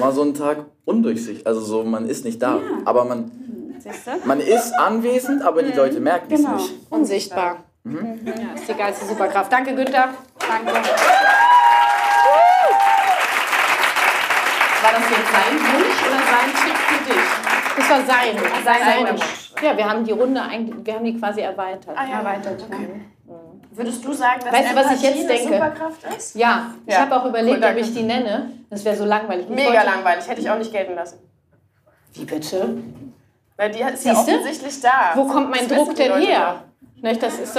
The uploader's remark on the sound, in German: die ich live mit Publikum aufgezeichnet habe